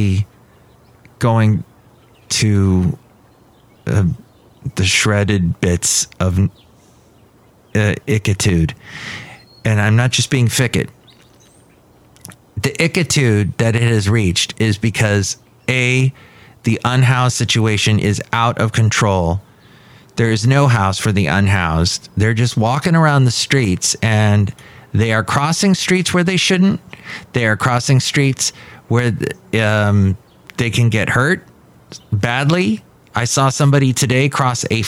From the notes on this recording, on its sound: podcasts live from Cafe Anyway